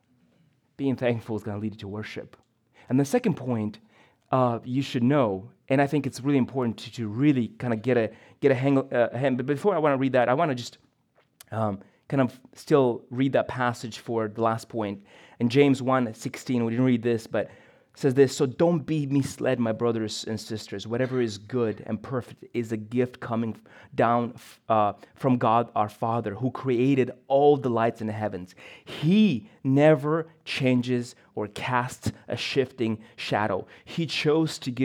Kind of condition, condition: setting, large echoing room